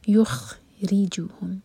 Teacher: یخرجوہم، یا ضمہ کے لیے ہمارے ہوٹ کو لوں گے، لیکن جب ہم خا پر پہنچیں تو ہوٹوں کو پھیلا لیں، اور خا ہیوی لیٹر ہے تو تھوڑا سا ہیوینس لائیں گے